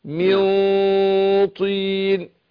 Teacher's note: من طين مع الغن حركتين طبعا